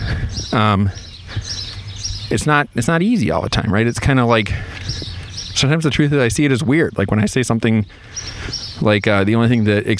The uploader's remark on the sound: This podcast-lecture is the recap of class #2, and I did it while I was walking.